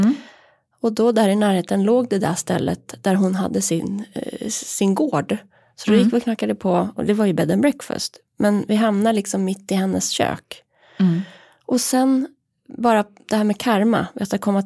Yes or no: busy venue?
no